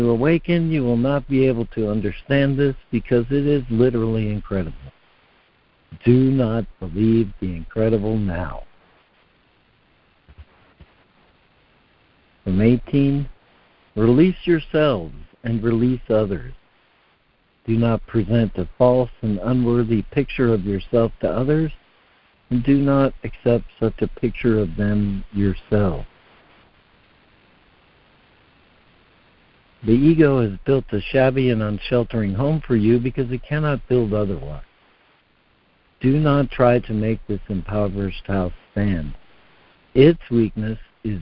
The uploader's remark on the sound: ACIM Daily Conference Call.